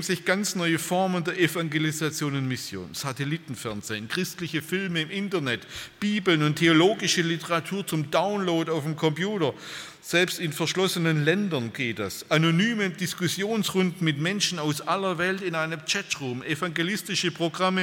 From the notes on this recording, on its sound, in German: beim Freundestreffen der Liebenzeller Mission